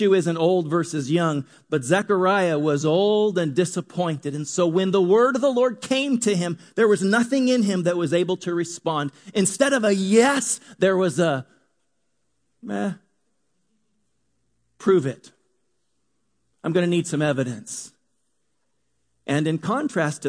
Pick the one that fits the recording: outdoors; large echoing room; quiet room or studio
large echoing room